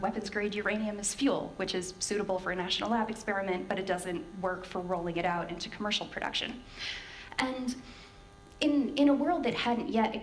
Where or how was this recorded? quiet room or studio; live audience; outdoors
live audience